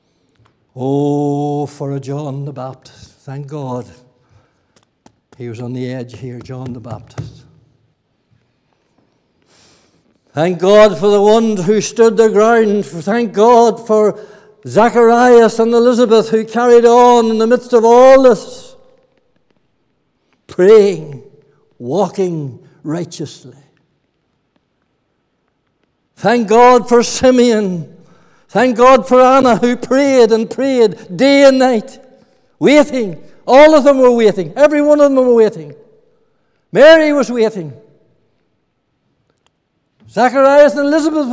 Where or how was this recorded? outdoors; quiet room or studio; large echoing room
large echoing room